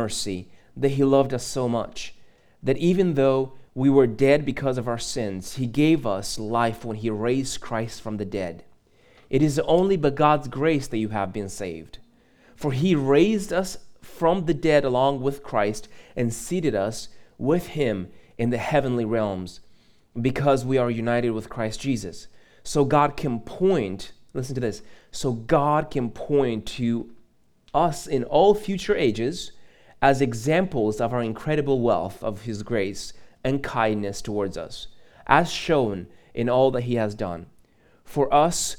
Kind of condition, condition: setting, large echoing room